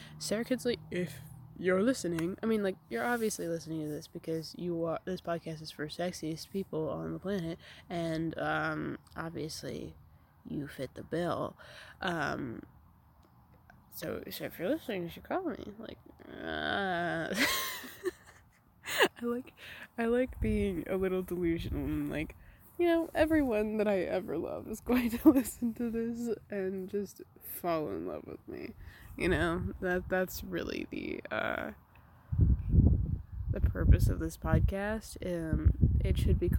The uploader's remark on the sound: Comin at ya from the frog pond this week. With a lot of unfortunate audio disturbances due to wind.